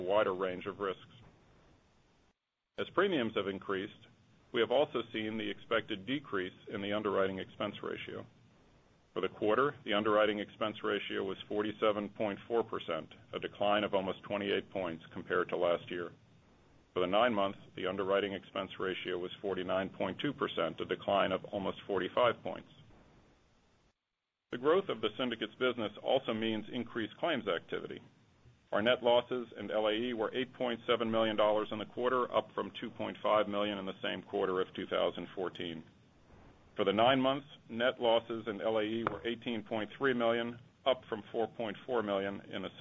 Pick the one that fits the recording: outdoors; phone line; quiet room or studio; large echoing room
phone line